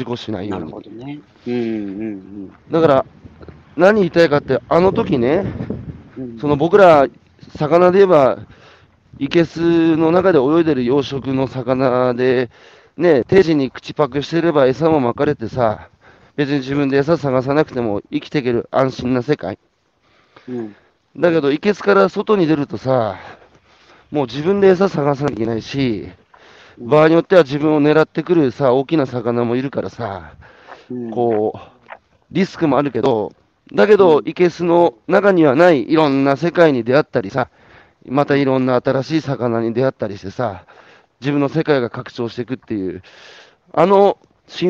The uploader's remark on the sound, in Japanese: 歩きながら1時間、対談する